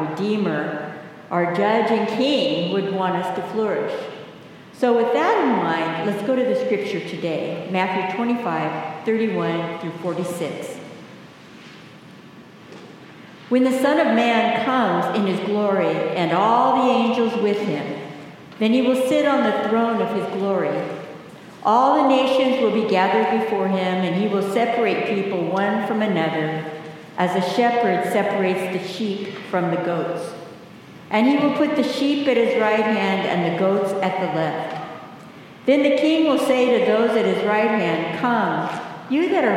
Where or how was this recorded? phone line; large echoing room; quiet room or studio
large echoing room